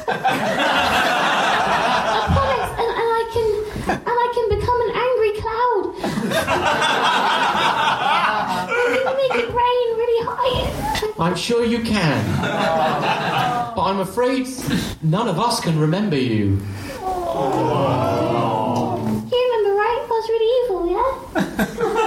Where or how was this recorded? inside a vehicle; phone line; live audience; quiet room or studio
live audience